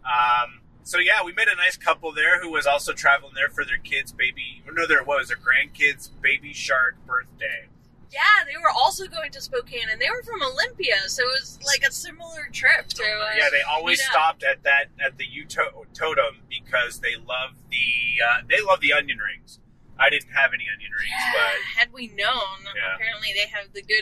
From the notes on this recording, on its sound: GCP Road Trip. Live at Buddy Boy Farm.